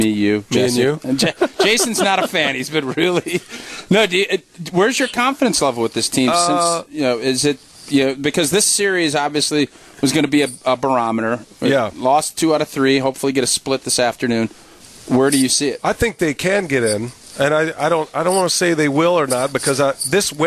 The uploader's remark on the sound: Live from American Family Field ahead of the Brewers-Dodgers series finale.